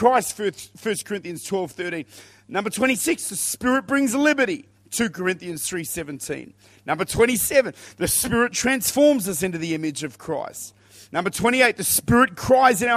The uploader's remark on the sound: Recorded at Lifepoint Church, this is a Wednesday Night teaching on the Holy Spirit.